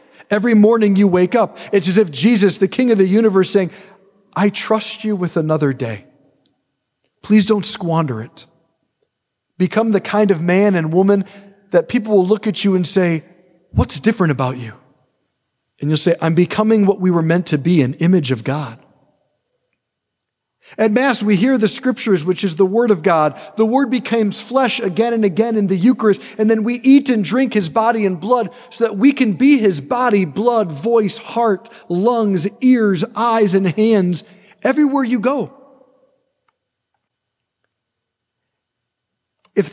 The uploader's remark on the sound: preached this homily on November 26, 2023 at St Basil the Great Catholic Church in Brecksville, OH